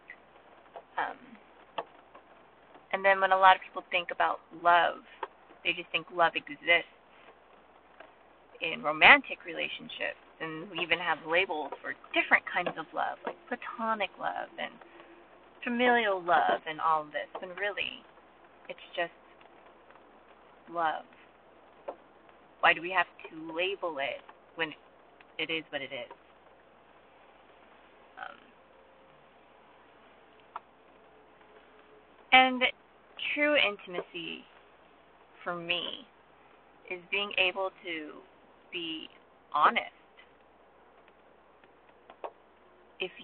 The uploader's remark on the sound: Recorded in my car during a down pour.